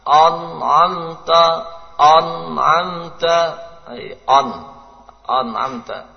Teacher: Kesalahan pertama dengan menebalkan hamzah